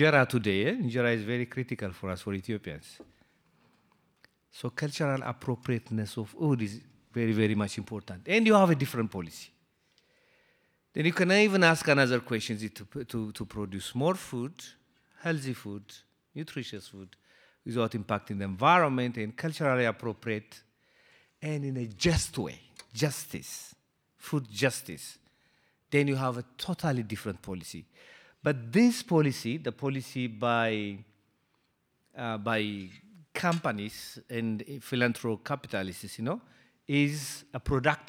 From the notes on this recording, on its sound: This is shared audio from Town Hall Seattle. This is shared audio from Town Hall Seattle.